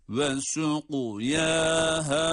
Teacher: Ve suquyaha. Ayrıca da yaha, her ikisi de meddi tabii olması itibariyle birer elif miktarı uzatıyoruz · Kaf harfinde kalkale olması itibariyle kaf harfini hem kalın hem de kalkale yaparak okuyoruz